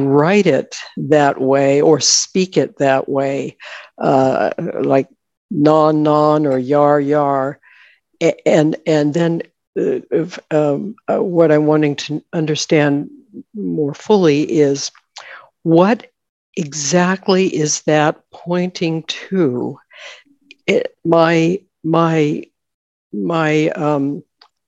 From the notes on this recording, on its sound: In a Zoom meeting with the San Diego Ramana Satsang on 7th August 2022